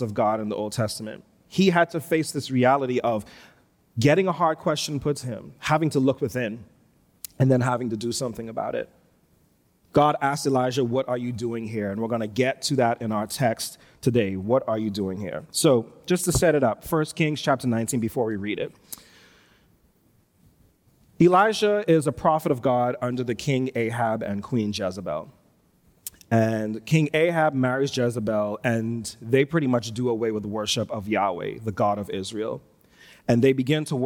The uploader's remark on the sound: Recorded live on Sunday, February 6, 2022, at New Providence Community Church.